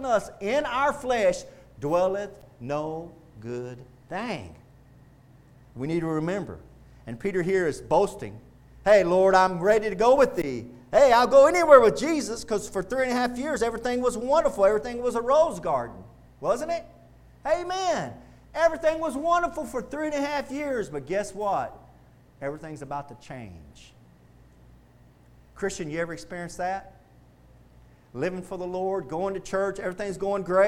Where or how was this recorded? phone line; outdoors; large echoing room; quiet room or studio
large echoing room